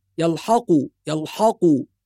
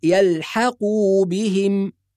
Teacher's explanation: بعض الناس يفخم الحاء · Shown in: first take · فيقول يلحقوا يلحقوا، والحاء مرققة يلحا حا، فنقول يلحقوا بهم.